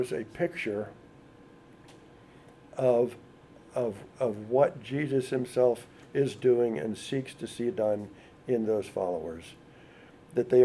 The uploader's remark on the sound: audio of a lecture delivered on Tuesday, March 29th